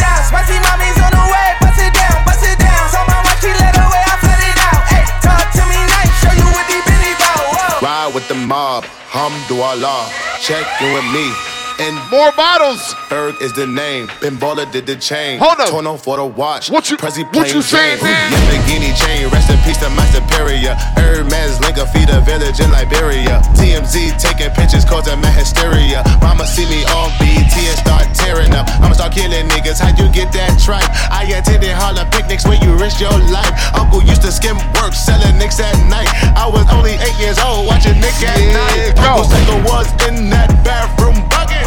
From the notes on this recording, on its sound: ZEN 4 YEAR ANNIVERSARY PARTY - HAMILTON - LIVE AUDIO.